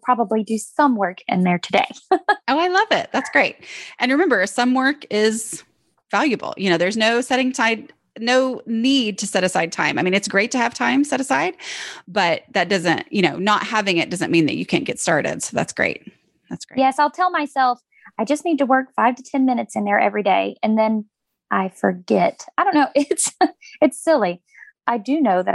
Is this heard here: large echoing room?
no